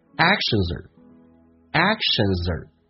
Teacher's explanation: By the actions, actions 后面一个 or o r or 在口语化当中 or 事实上说的非常轻，直接轻轻的卷一下舌头，叫儿化音啊